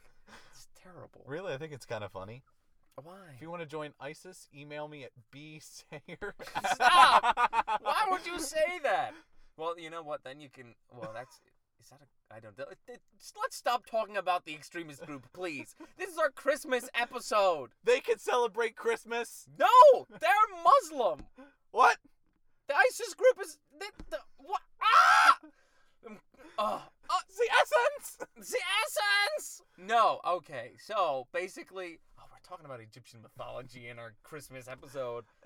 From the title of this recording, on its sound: Christmas Carcast